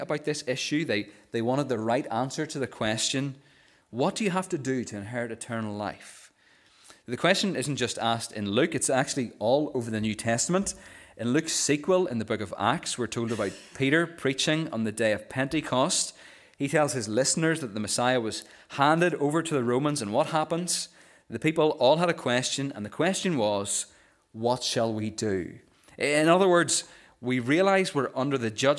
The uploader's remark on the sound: This is the recording of the Bible reading and sermon from our morning service on Sunday 15th October 2023.